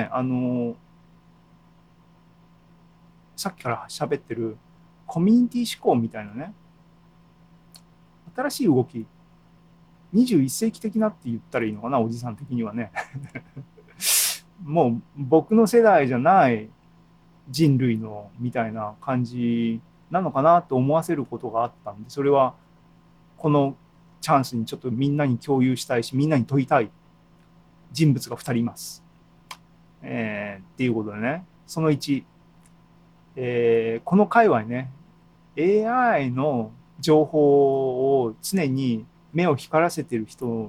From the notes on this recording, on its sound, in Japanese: ２０２２年６月２９日に開催した ZOOMライブの模様です。